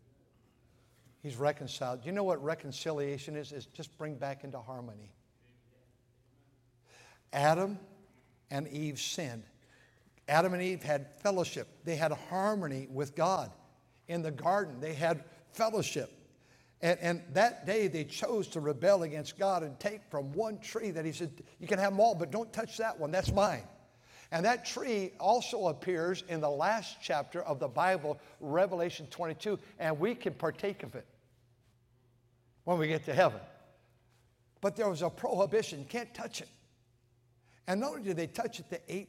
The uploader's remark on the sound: at North Valley Baptist Church in Santa Clara, California, during the Sunday Morning service